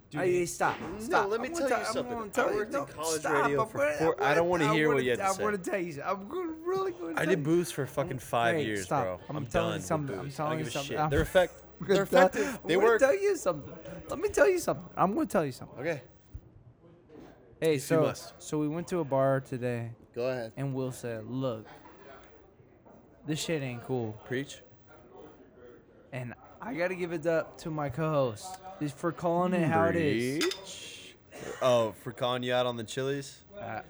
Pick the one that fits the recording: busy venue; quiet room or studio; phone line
busy venue